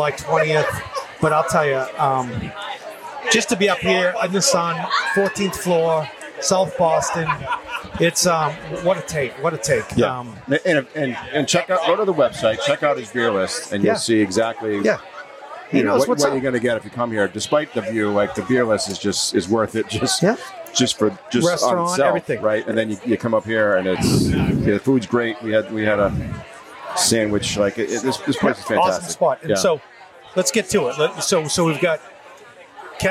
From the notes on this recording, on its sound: on his epic roof deck at Six West in South Boston